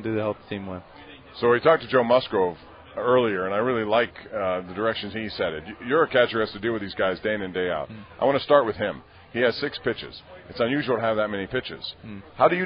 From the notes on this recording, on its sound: LIVE from PiratesFest Saturday morning at PNC Park